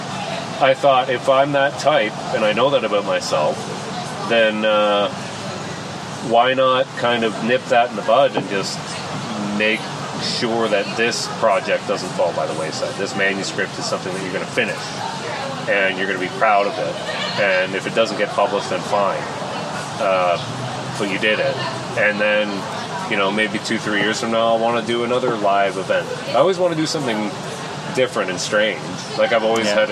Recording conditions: sounds in the background